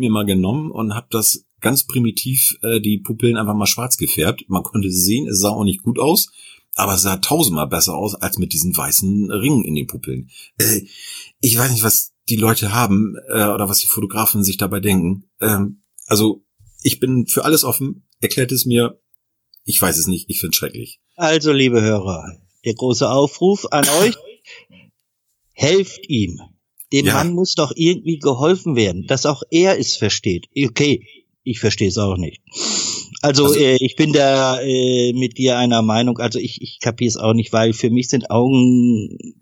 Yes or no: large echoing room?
no